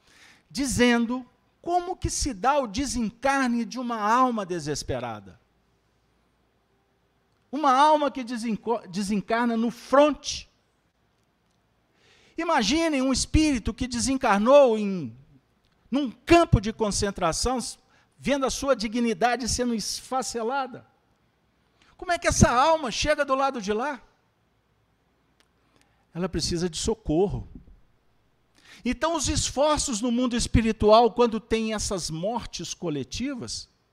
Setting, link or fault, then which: setting, live audience